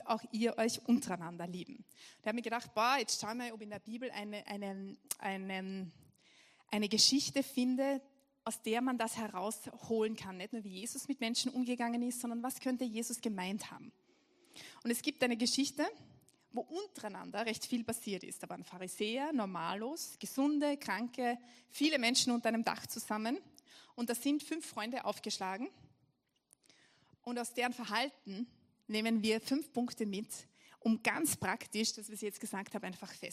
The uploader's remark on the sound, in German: Gottesdienst live aus der LIFE Church Wien.